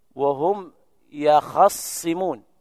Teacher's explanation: بفتح الخاء وتشديد الصاد